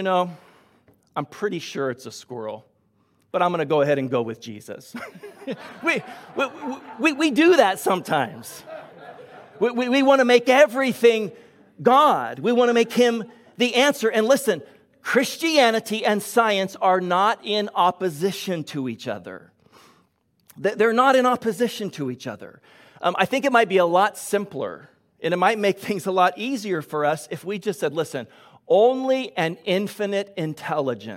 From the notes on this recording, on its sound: Delivered on 27 February 2022 at Grace Church of La Verne